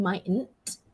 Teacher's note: So it's mightn't. So it might be a silent T. It's a glottal one